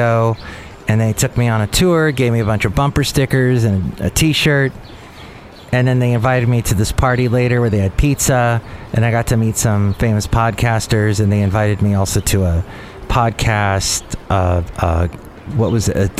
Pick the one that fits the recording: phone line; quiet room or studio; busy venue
busy venue